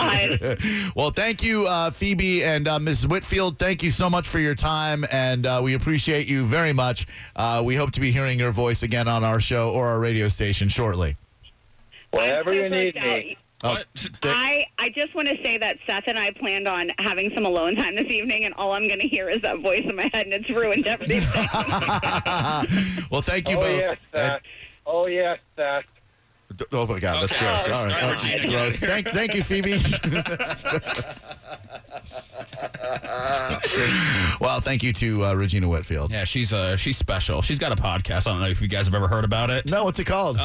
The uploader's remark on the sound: We had a Dream Expert on the phone